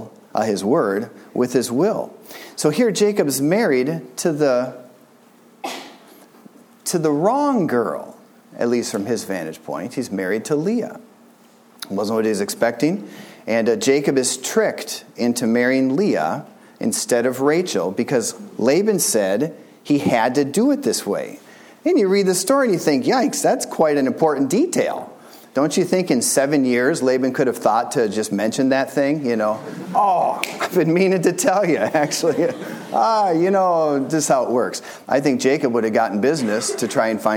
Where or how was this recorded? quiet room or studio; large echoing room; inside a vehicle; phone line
large echoing room